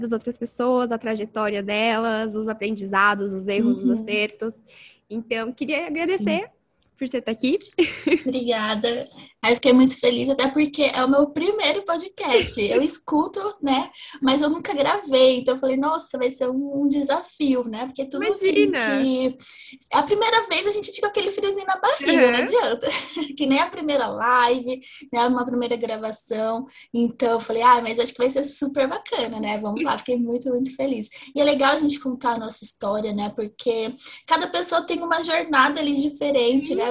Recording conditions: video call